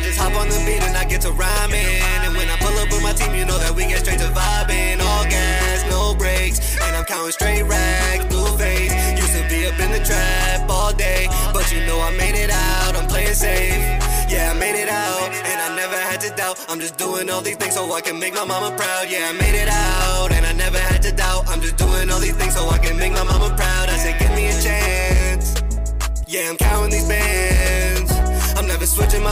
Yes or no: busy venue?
yes